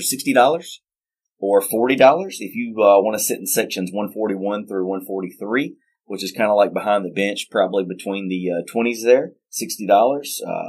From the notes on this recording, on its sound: Originally simulcast on The Score 1400 AM and News Radio 98.1 FM in Hattiesburg, MS. Apologies for the audio quality on this episode.